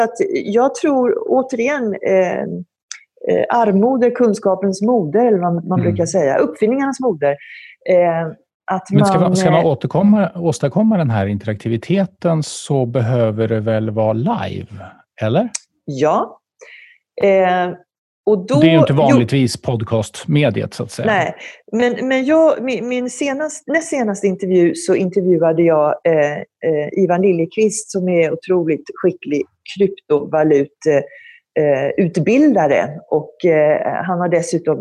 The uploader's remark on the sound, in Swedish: Samtalet spelades in via Zoom